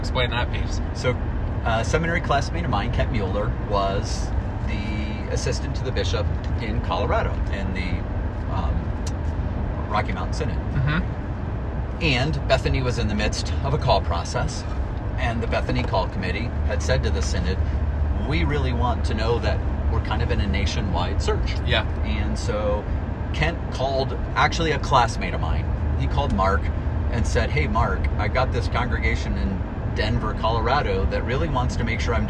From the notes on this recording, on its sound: Clergy in the Car Having Coffee. On the drive they got coffee and recorded this special podcast!